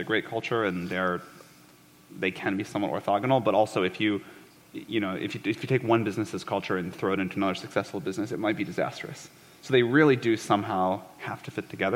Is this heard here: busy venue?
yes